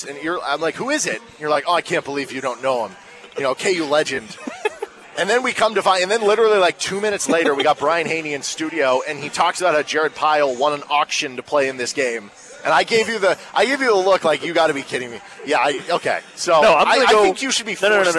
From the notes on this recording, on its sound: live from the Roundball